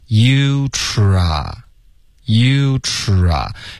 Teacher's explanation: 你要先嘟嘴卷舌发吃然后再张开嘴巴 · Term: 嘟嘴的 try